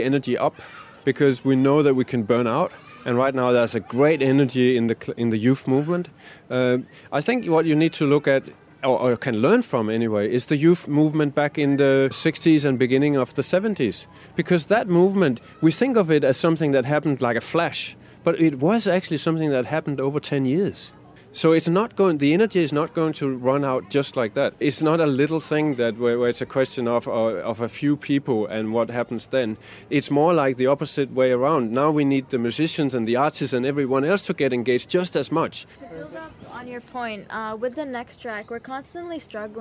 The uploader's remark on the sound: on the side of the Sustainable Living Festival